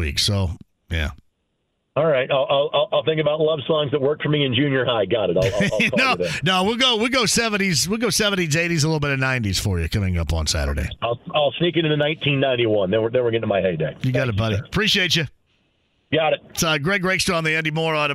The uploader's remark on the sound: Opens the phone lines to get some listeners opinions on the Colts and their new hire!